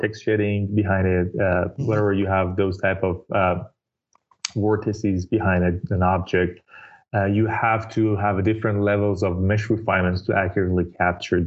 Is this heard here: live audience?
no